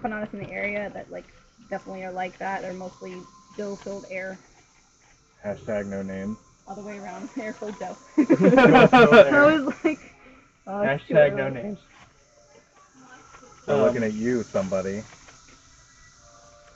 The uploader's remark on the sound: We had an amazing time recording at Beltway Brewing Company this weekend. Enjoy listening to the cicada chorus and us dodging the little monsters while we recorded.